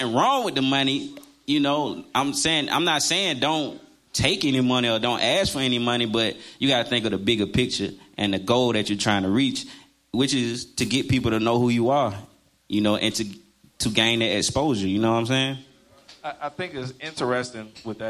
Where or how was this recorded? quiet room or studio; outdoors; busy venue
busy venue